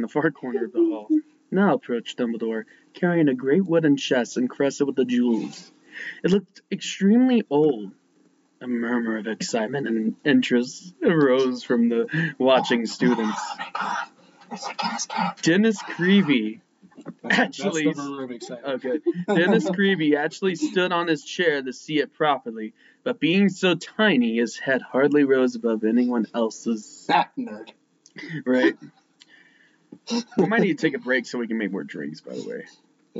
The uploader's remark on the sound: We had some technical difficulties during this episode, so we apologize about the audio quality this week.